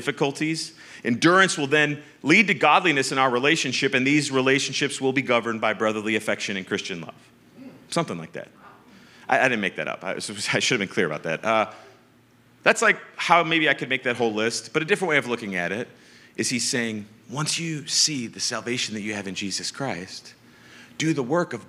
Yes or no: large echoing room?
yes